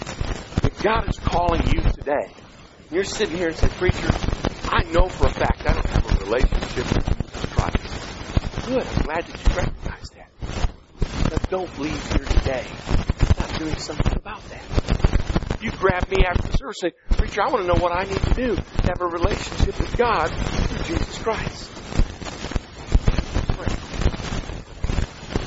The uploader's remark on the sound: (We apologize for the two minutes of static toward the end of the recording.)